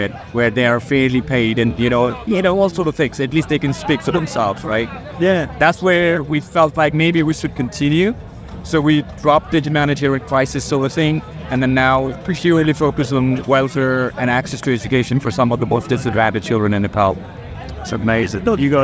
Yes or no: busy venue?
yes